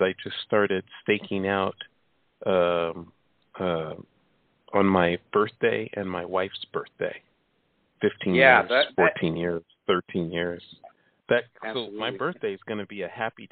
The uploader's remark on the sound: It's a call-in show